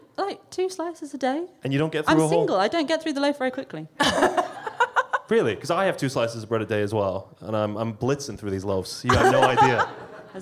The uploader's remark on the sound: with a live show featuring comedians